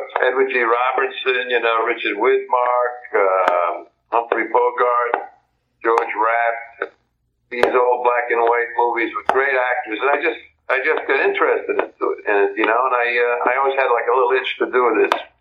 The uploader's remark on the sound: welcome via phone